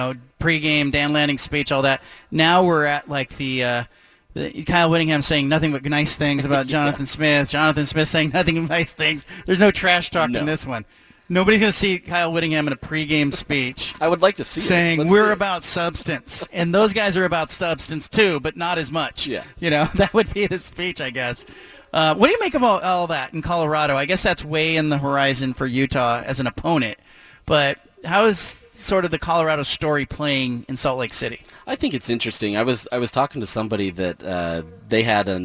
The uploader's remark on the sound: broadcasts live from Reser Stadium